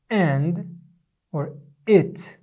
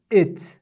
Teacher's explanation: this pronunciation, which is from the throat, is the equivalent of hamza in Arabic